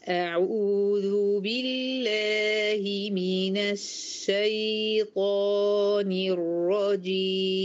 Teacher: الشين بتاعت الشيطان الأولى والياء بتاعت الشيطان دول فيهم رخاوة